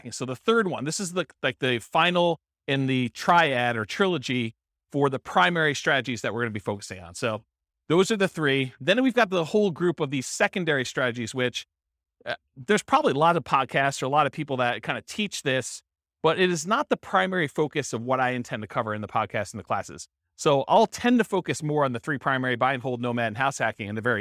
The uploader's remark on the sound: This was a live class recorded